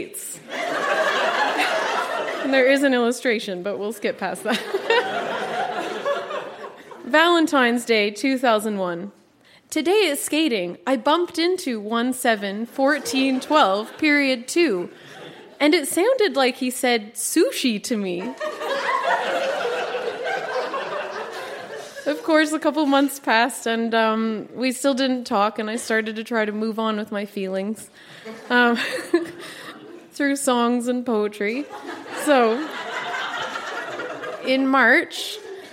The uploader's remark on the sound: Recorded live at the Charlotte Street Arts Centre in Fredericton.